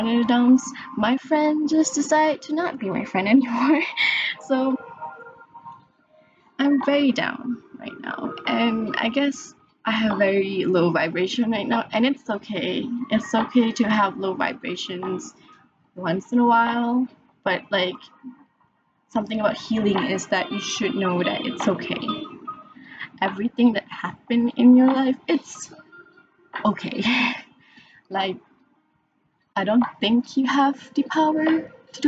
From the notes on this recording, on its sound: In this episode I am trying to figure out how to record and upload my first podcast episode as a test run. The sound quality is not amazing but we can always try again later.